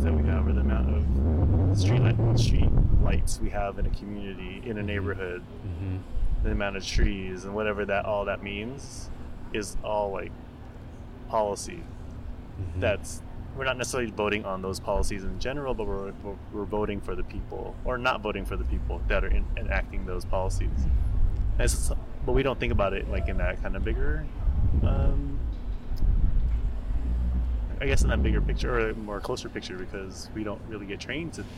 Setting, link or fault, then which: fault, wind noise